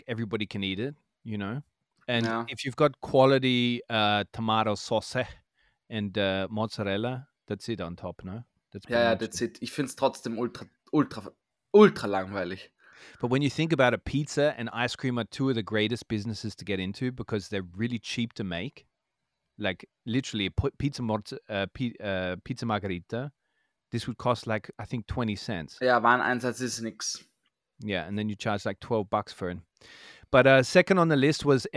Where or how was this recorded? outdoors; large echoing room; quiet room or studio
quiet room or studio